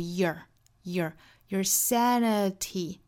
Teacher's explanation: 即使这个词是弱读美音也要把卷舌音读出来的